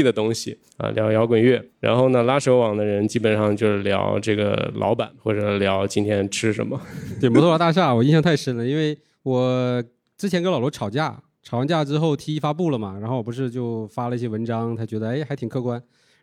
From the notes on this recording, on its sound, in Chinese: 本期节目是少数派线下空间活动录音